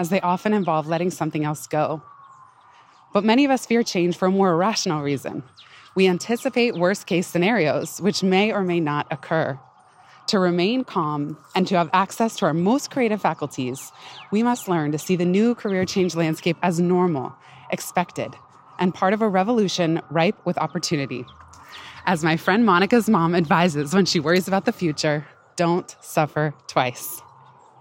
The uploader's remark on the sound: Pardon the occasional panting (lol) and background noise—err New York City soundscape—as I recorded this one on a big hill at the park, running up and down